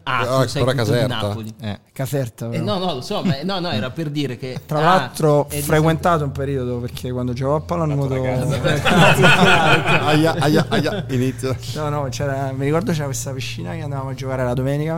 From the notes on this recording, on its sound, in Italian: si sono seduti con noi al tavolone di Bar5